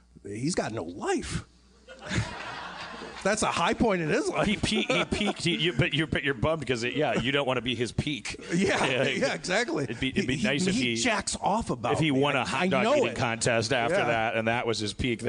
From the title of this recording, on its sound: LIVE From Magic City Comic Con